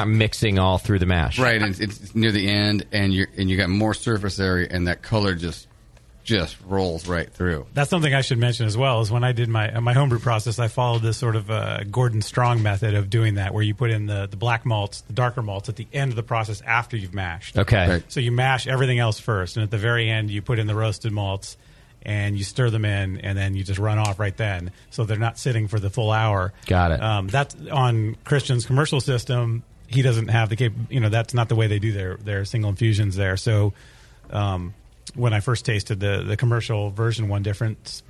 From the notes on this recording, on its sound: live from The Hop Grenade